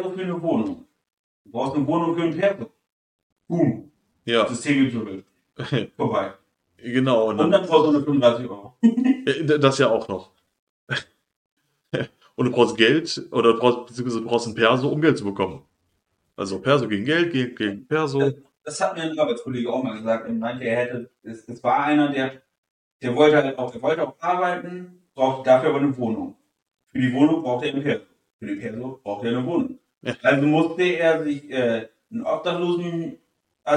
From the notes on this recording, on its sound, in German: Der Ton ist mal wieder eine Katastrophe